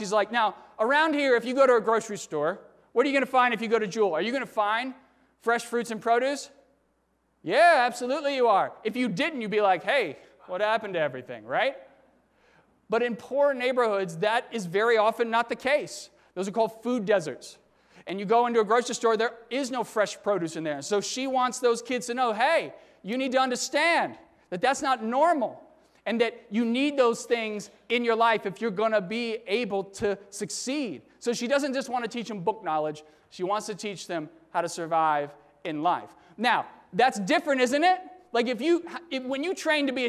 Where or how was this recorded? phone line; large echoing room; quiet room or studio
large echoing room